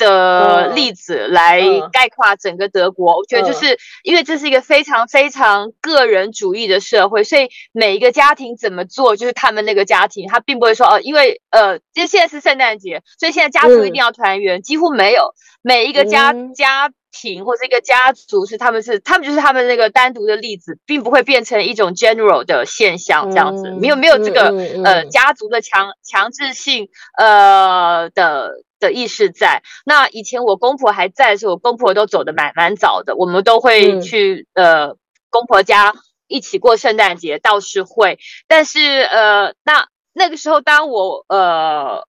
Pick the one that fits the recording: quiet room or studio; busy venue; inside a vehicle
inside a vehicle